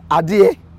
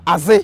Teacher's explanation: When the Tupe say Adie, Fante say Aze because there is a Z there.